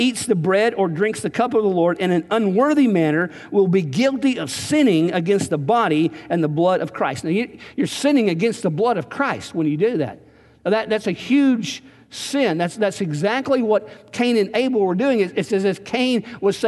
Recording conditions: large echoing room